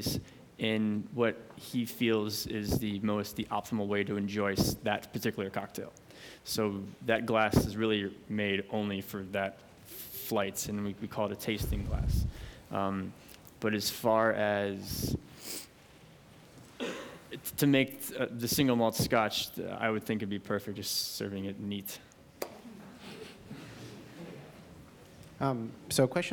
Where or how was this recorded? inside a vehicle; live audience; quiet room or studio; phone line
live audience